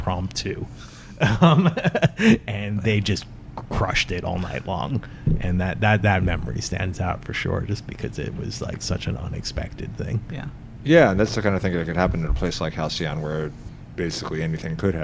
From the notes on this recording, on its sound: THE HALCYON ARCHIVES 20th Anniversary Panel. Recorded at the new Halcyon location at 53 Broadway in Williamsburg.